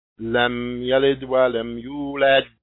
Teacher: the dal that's in the middle of the ayah, we shake it just a little bit, but the last one we shake massively. So if you listen carefully, lam yalid wa lam yulad wa lam yakul lahu kufuwan ahad. · Term: qalqala